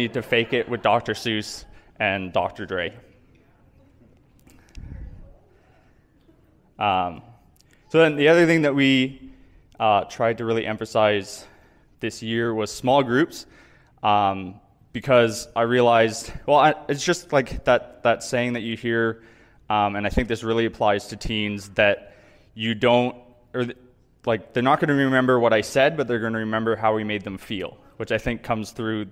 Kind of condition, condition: setting, large echoing room